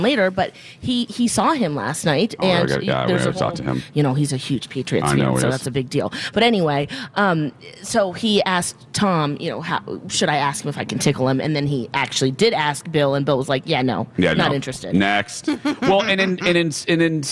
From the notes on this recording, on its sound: broadcast live from the AC Hotel for the Superbowl